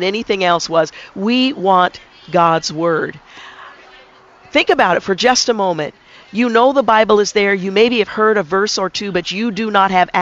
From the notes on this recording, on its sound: Join us today as we broadcast live from The Bible Truck at Clackamas Town Center’s NW corner near the Sears store.